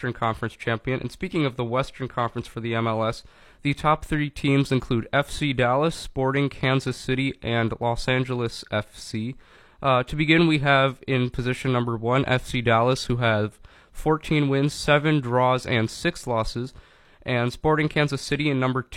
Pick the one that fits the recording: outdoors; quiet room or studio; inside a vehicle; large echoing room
quiet room or studio